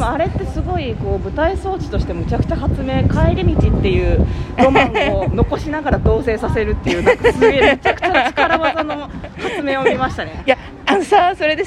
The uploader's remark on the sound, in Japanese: 映画館でた直後、ネタバレしながら歩きながら。